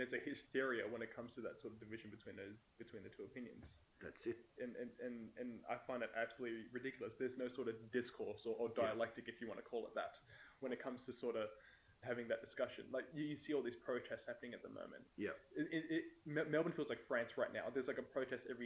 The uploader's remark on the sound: Sound for this episode isn't great